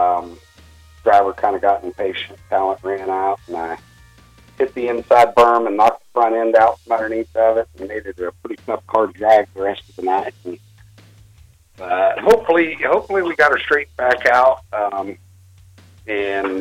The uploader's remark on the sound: over the phone